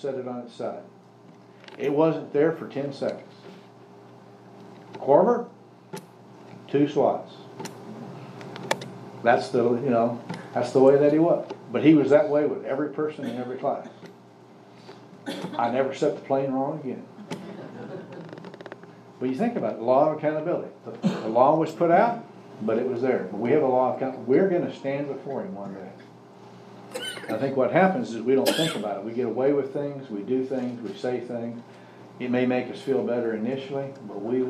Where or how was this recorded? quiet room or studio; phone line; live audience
live audience